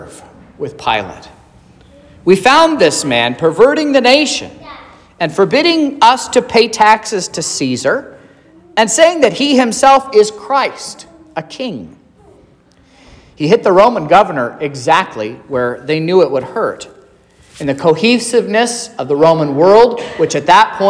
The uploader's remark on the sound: This is the sermon preached at Trinity Lutheran Church in Vallonia, Indiana, on Wednesday, March 22nd, 2023.